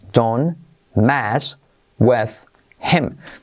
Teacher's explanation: la H de him la omitimos